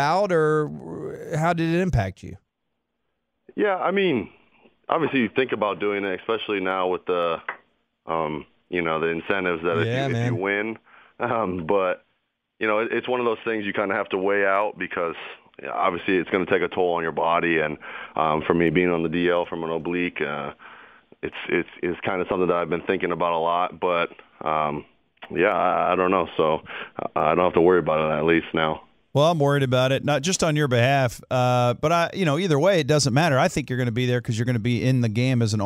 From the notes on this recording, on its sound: called in to the Ben and Skin show